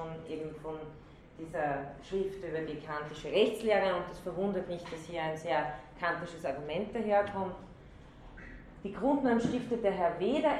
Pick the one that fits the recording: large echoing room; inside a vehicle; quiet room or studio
large echoing room